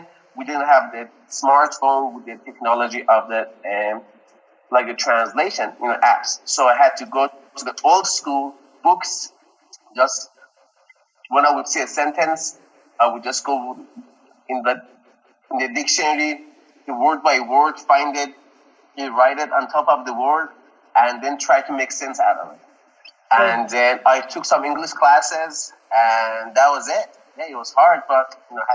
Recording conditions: poor sound quality